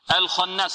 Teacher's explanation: الخاء مفخمة، والنون فيها غنة